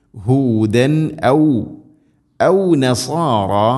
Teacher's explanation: തൻവീന് ശേഷം ഹംസ ഇദ്ഹാർ, വെളിവാക്കി ഉച്ചരിക്കണം